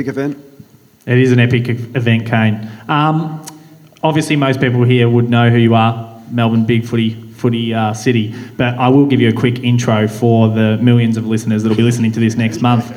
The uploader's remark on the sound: Last month we produced our second ever live show to celebrate the upcoming launch of the Hoka Clifton 9. This special live-show recording.